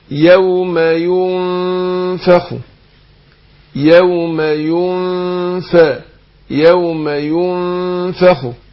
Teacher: إخفاء النون الساكنة عند الفاء